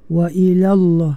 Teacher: lam yang pertama tu, la tu nipis, lam yang kedua pada lafal Allah itu ditebalkan.